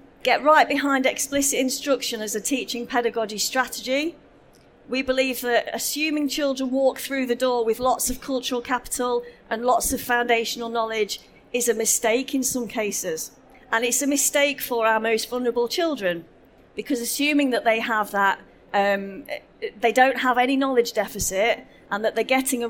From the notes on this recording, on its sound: This session was recorded live on 14th November 2019 in the SEND Theatre of the Schools & Academies Show at the NEC in Birmingham.